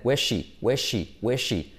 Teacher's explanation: Al decirlo rápido, los nativos directamente omiten el verbo. En vez de where is, dicen where's she, where's she, where's she.